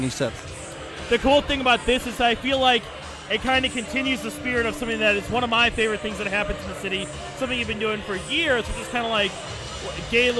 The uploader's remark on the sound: Recorded onsite at Debonair Social Club on Valentine's Day night, the night's talent checks in on the broadcast.